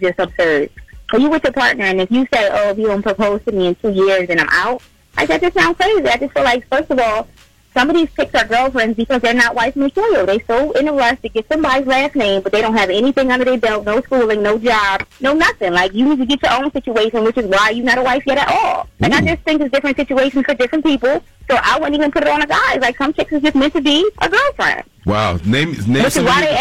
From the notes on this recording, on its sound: Some listeners called in with their opinions.